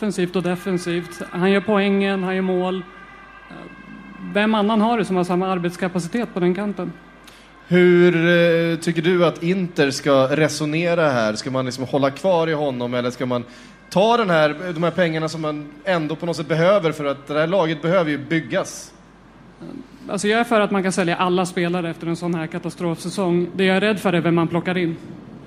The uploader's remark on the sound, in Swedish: Live från Trädgården